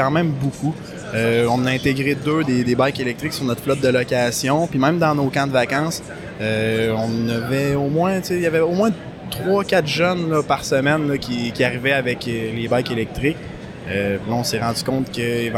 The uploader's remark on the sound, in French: Catch up LIVE de l'ExpoMoto Québec 2024. Une petite discussion à chaud en direct du Salon de la moto de Québec.